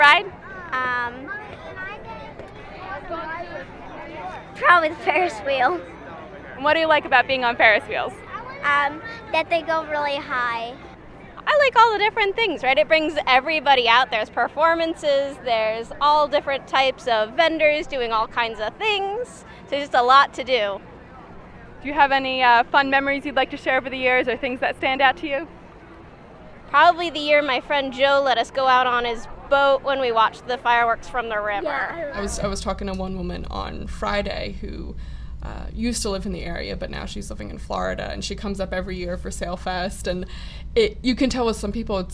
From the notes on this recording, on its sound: Sailfest took over the streets of downtown New London. She brought back her impressions and sounds from the event.